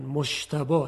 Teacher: حتی ما در بعضی از شهرها مثلا کلمه مجتبا رو اینطوری تلفظ میکنن، مشتبا، یعنی شین میگن